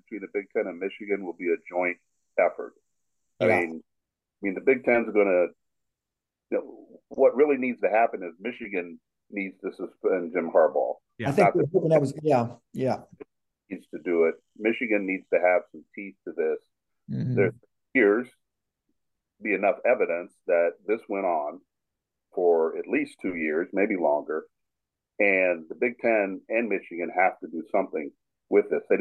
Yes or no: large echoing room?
no